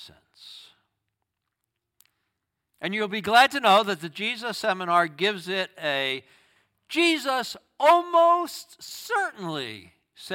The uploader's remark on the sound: Sermon from our worship service on 9/17/23. Streamed live on video from our campus in Westlake Village, CA.